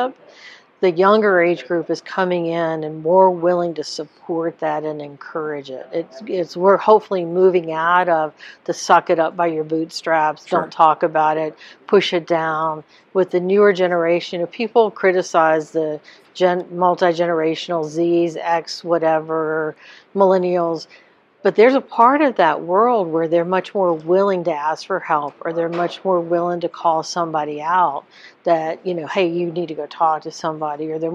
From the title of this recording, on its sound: NEP "On Location"